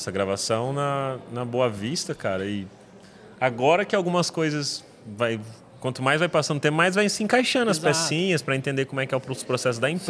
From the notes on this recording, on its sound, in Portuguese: gravamos um especial diretamente do DEX - Desconferência de Design da Mergo.